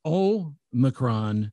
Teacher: the emphasis is on the first syllable. So it's Omicron, not Omicron.